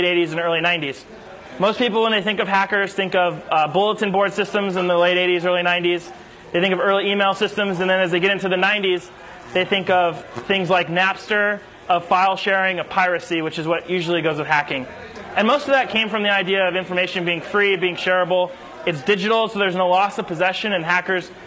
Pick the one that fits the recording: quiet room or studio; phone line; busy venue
busy venue